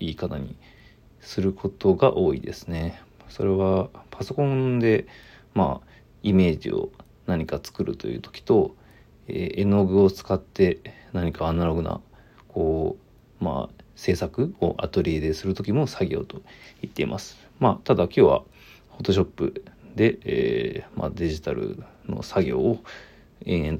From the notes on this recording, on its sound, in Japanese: ボイスメモです。